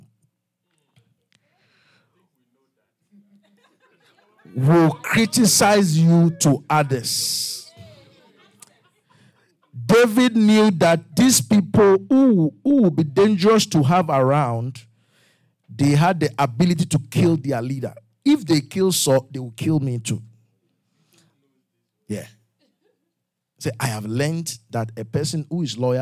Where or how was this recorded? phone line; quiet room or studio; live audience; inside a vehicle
live audience